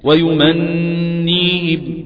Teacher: بتخرج من طرف اللسان مع ما فوق الثنايا العليا وهنلاقي ان طرف اللسان بيلتصق التصاق كامل مع ما فوق الثنايا العليا فبسبب هذا الالتصاق ياتي الهواء من داخل الجوف فيجد المخرج مغلق فيبحث الهواء عن مخرج فلا يجد الا الخيشوم فتخرج الغنة